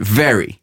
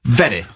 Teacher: Le son R tape sur le devant. · Shown in: second take